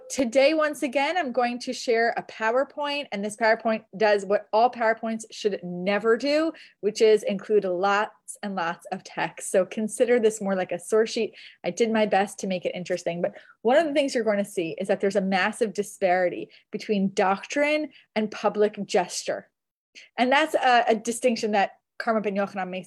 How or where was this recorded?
video call